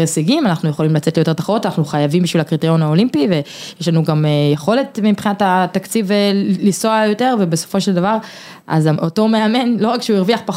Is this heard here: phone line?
no